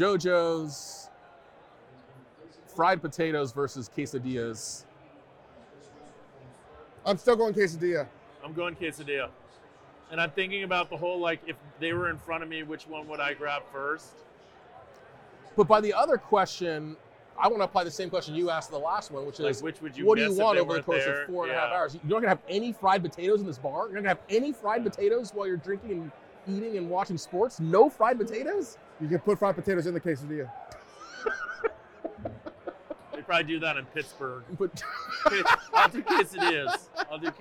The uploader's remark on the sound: Hoops and Hops at the Cosmopolitan of Las Vegas. Live from the Cosmopolitan of Las Vegas.